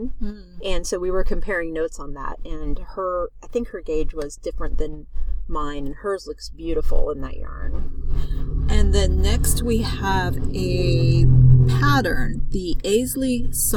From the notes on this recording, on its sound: On location recording from the beach in Santa Cruz!